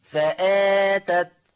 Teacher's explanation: لفظ فآتت مد بدل مقداره القصر والتوسط والإشباع